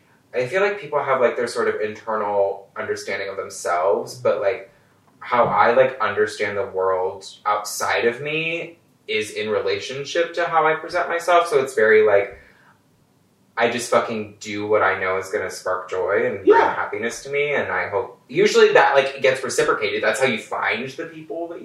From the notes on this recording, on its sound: Sorry about the audio, we had a bit of technical difficult this week due to the move I'm having.